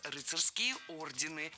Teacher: Если бы речь шла о знаках отличия, то было бы все в порядке. Но когда мы говорим об организациях, то ударение нужно сохранять на первом слоге, как и в начальной форме. Так что должны быть рыцарские ордены.